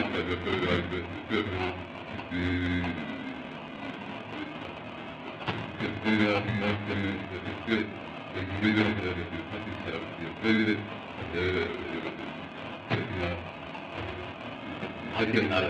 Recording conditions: background noise